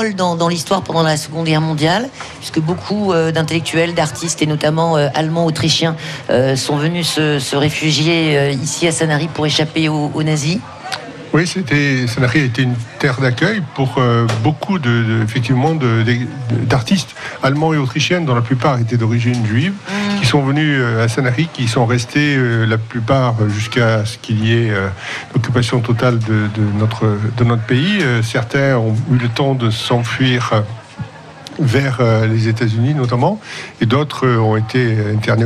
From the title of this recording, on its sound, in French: en direct du plus beau marché de France à Sanary sur mer